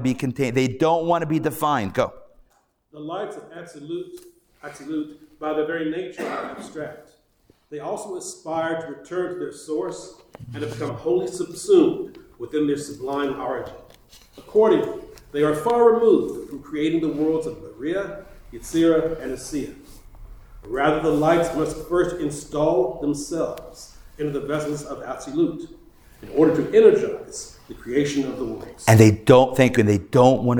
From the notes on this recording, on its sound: Recorded Live at The Torah Center ATL on Wednesday, November 15, 2023